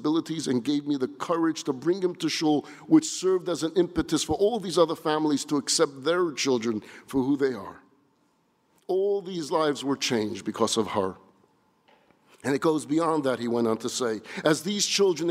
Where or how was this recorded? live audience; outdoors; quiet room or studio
live audience